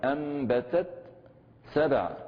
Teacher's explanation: التاء الثانية في أنبتت تم إظهارها بالتصادم والتباعد · Term: الإظهار